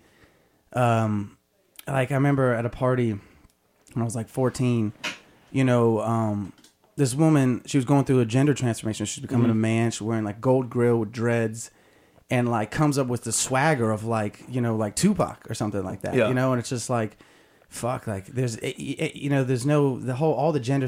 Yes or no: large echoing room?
no